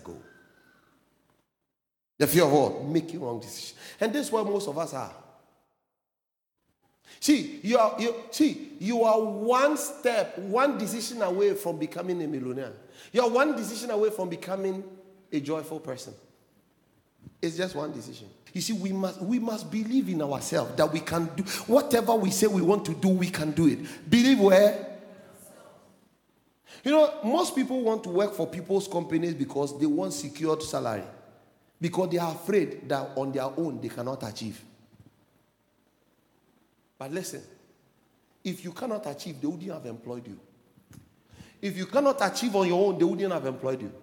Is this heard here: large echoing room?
yes